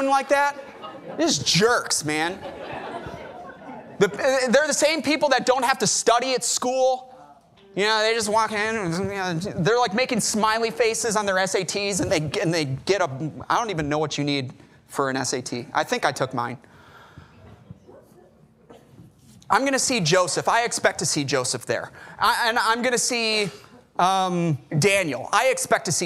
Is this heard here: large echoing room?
yes